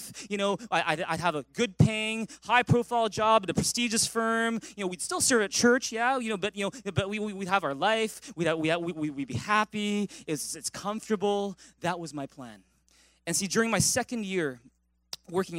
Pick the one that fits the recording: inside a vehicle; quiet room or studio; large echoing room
large echoing room